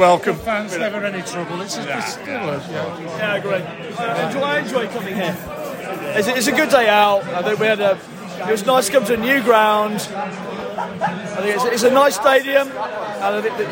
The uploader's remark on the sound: post-match podcast from the stands